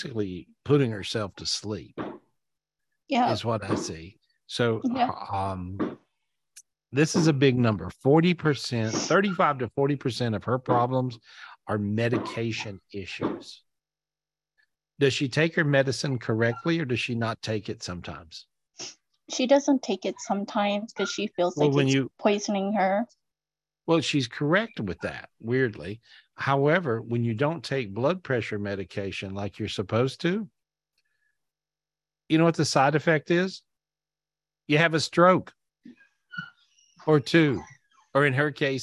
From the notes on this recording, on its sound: This was recorded LIVE on Zoom.